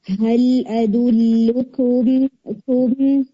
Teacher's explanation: پھر make sure کہ جب آپ کاف کو ادا کریں نا تو اس میں نیزل ساؤنڈ نہ ہو